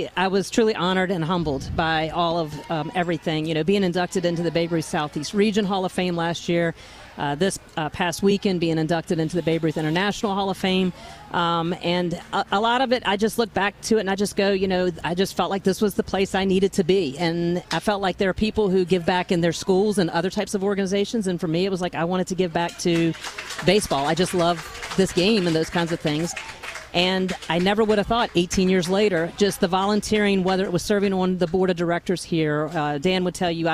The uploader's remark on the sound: Live on remote at RF&P Park in Glen Allen for the Babe Ruth 13 Year Old World Series.